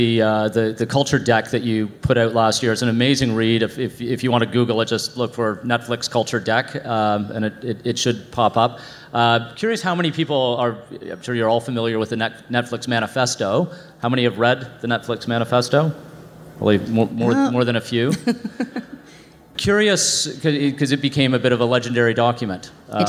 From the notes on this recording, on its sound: This episode is live from the C2 conference in Montreal.